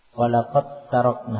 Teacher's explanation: Walaqad, jangan dibaca walaqad tarakna, karena dalnya sudah ya di idgham masuk ke ta. Walaqad taraknah, jadi taknya ditasydid ya, seperti tertulis itu di ayat walaqad taraknah.